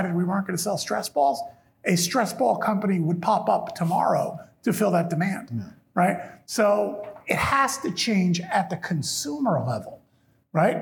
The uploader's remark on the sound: At skucamp in Austin, Texas, we held an interview on stage